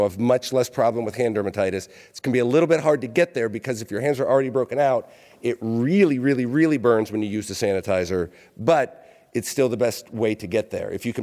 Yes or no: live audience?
yes